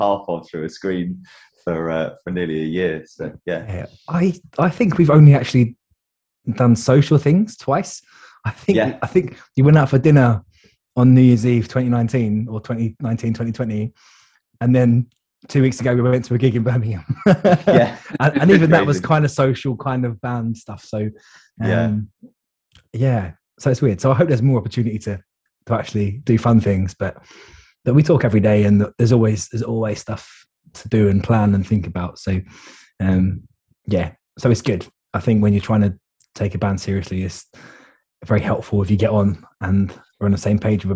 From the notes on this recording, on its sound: Recorded via Zoom